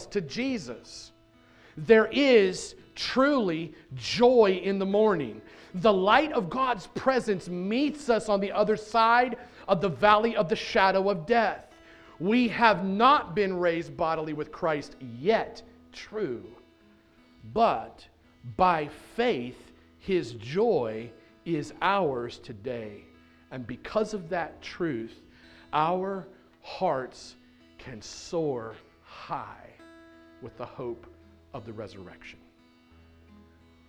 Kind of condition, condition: setting, large echoing room